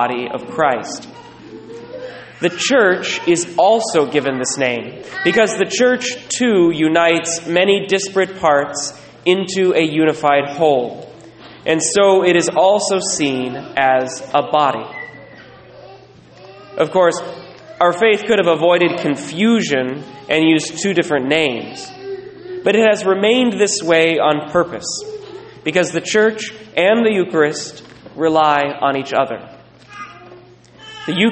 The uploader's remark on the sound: Recorded at Sacred Heart, La Conner